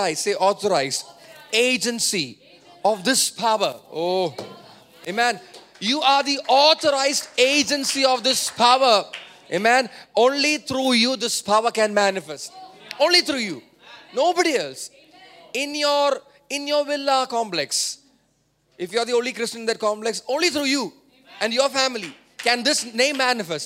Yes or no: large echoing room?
yes